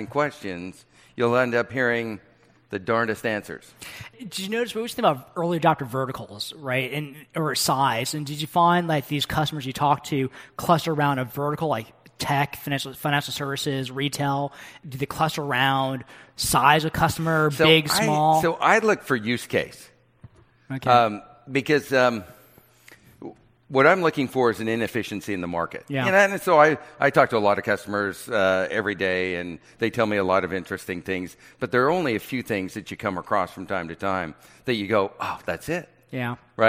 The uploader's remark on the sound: fireside chat from Greyscale, an event hosted by Greylock Partners